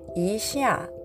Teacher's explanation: 医者」これまでにもね何回か出てきていますがこれは分解すると漢数字の1と上下の下という漢字が当たりますでですね、発音記号は、イーシャーというふうに発音します。この関数字の位置はそもそも第一声高く平たく伸ばす音の、えーと、成長が当たっているんですがこのこのようにェアみたいにね第4声が後に来た場合は第2声に変化します。なので第2声は下から上にずり上がる音。そしてシェア、下という文字。これはですね、XIA と書いて第4世上から下に急降下する音になりますので「イーシア」で、えーえー、下から上に上がってそして下がる音第2世第4世のコンビネーションになります。はい、これでですね「